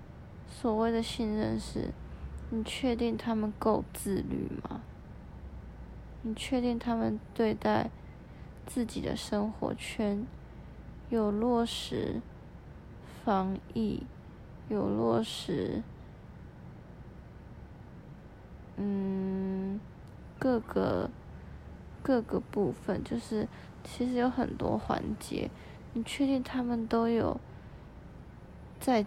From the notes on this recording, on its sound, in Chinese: 先說這是一段很臨時的錄音。我趴在床上準備睡覺。於是我翻身拿起手機，開啟語音備忘錄，在一片靜默的黑夜中，閉著眼半朦朧的狀態下錄音。